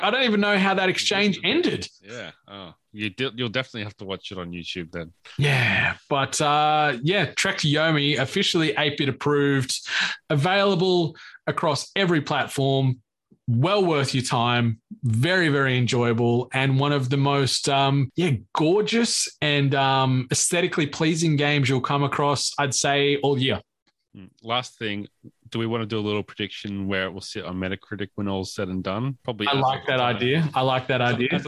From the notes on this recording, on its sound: Deciding to unsheathe their Audio-Technica microphones. We did encounter some technical issues during our recording, and as such, had to pivot to our backup track recorded via Zoom. This track is lower in quality than what we usually release so we apologize for the inconsistences in the final episode.